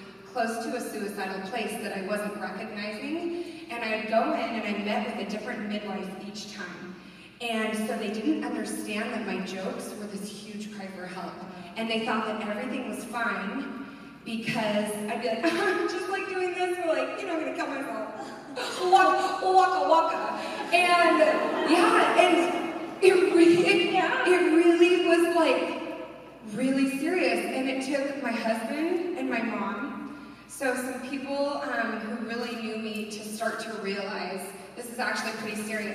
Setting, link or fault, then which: setting, live audience